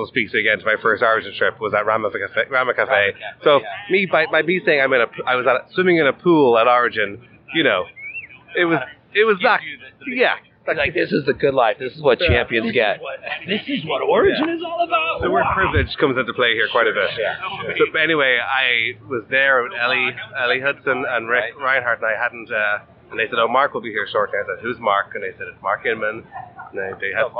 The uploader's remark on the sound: The recent Coffee Expo in Boston. Live from the chaos of the show floor.